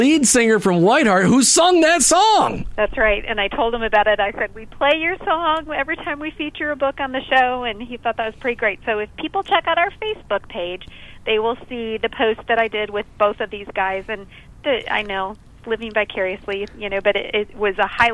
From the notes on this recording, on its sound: calls in and talks about what is happening live at the Christian Product Expo.